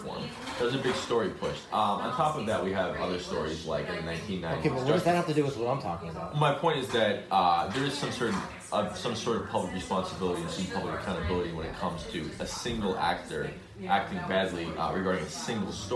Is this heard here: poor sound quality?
yes